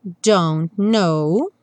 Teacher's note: a gente não pronuncia nem o T do don't · Term: junção dos dois N's